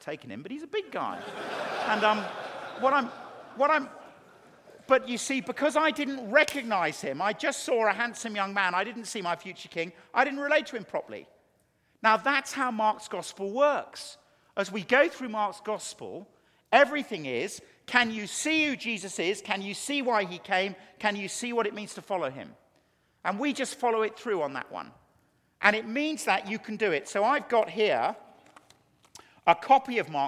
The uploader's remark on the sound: a Keynote Session at FG11